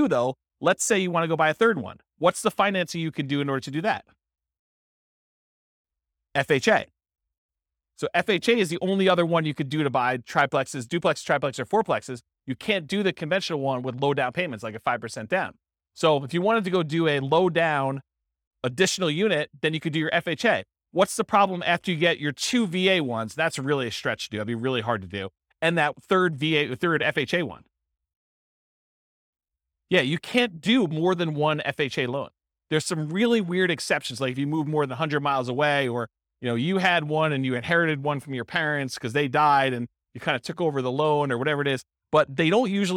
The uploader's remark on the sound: This was a live class recorded